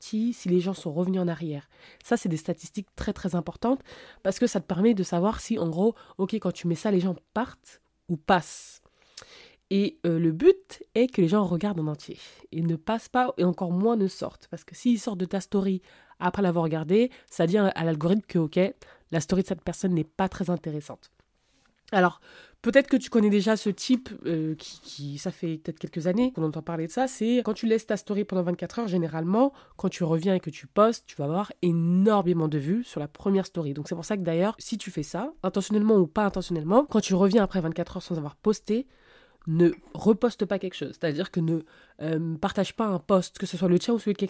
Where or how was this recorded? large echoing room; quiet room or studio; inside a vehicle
quiet room or studio